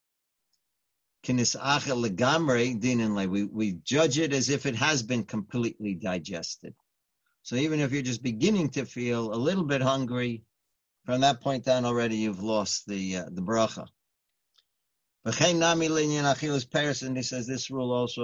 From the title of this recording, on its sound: Live On Zoom